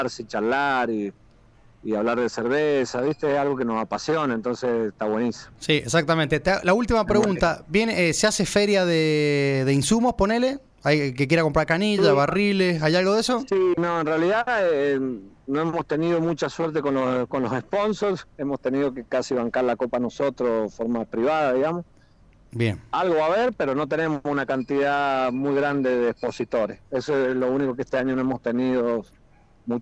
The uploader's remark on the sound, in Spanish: Charlamos por teléfono